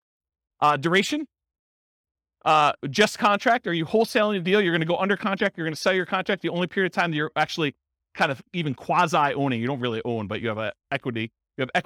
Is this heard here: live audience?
yes